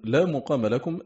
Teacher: حفص: لا مقام لكم بضم الميم الأولى، والباقون بفتحها.